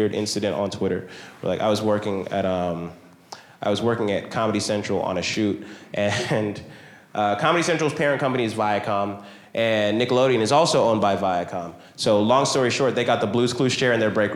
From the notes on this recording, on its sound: OK was recorded at Relapse Theatre in Atlanta, GA.